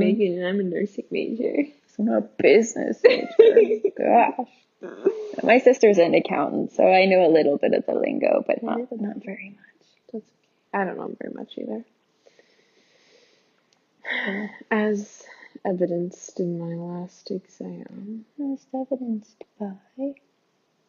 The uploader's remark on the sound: Sorry that the audio isn't great, we're working on getting better mics.